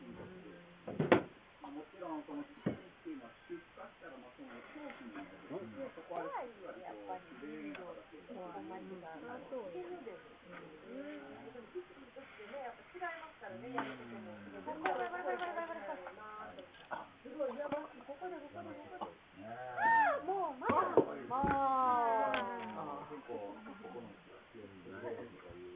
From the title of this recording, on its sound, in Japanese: 機材不良のため音質が悪く申し訳ありません